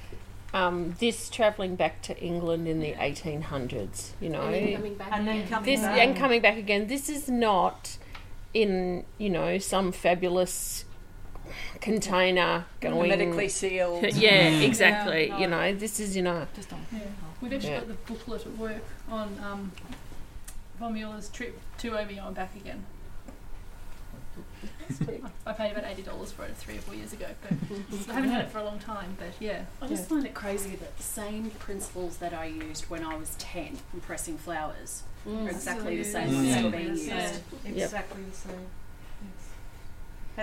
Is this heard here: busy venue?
yes